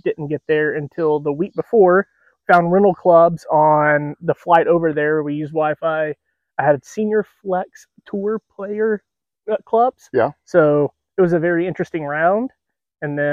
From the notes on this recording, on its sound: LinRick Golf Course in Columbia, SC - and recording this week's episode at the course.